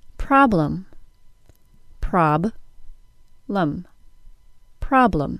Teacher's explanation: using that very tiny uh in the unstressed syllables · Term: Schwa